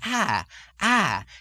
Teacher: introducing the concept of the downward lilt in the vowels of the Irish speech · find this lilt extension that goes ah, ah, and drops off like that